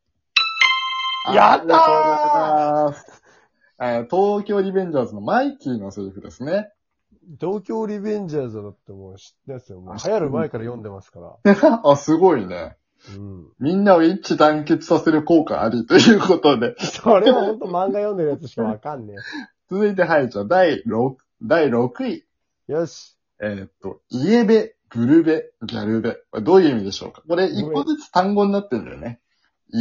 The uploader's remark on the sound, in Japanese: 今回は久々にリモート収録でお届け！